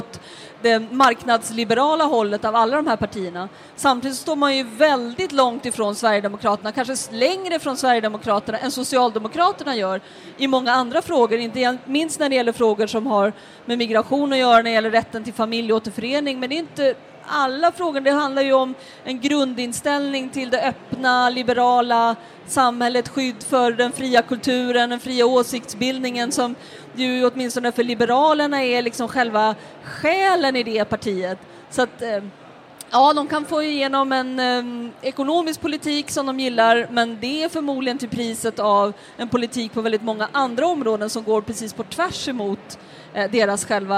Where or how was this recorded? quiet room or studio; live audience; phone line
live audience